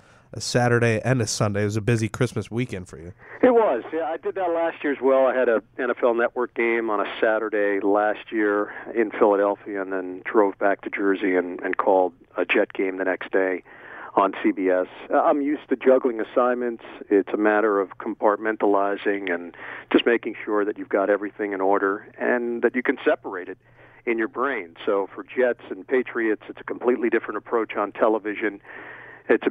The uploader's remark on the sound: over the phone